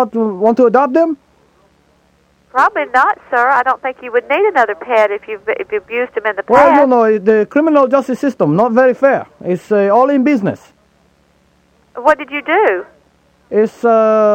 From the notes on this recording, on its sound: Prank Phone Calls